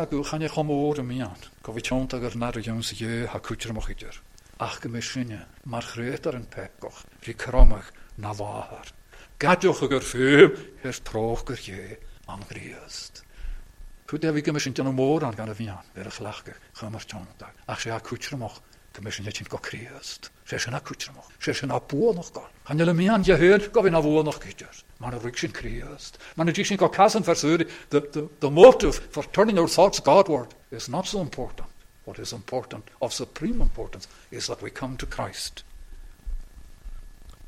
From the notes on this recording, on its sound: recorded at North Harris Free Church on the evening of Sunday 28th August 2022